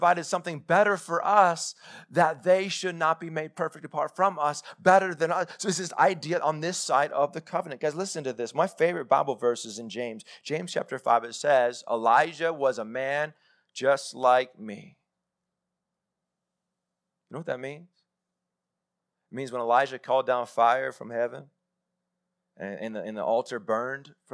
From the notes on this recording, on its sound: Live sermon recorded 21-Feb-2021.